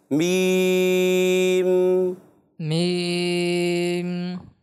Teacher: آخر میں بھی ناک میں آواز جائے گی